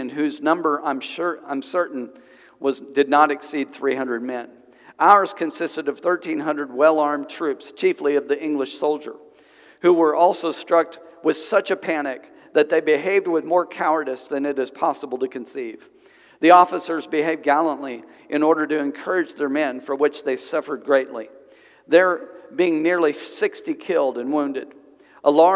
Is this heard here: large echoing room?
yes